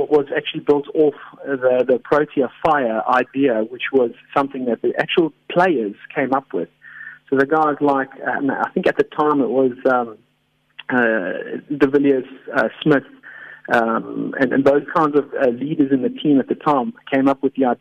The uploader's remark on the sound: GUEST (Phone)